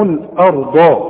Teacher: فخم الراء والضاد فقط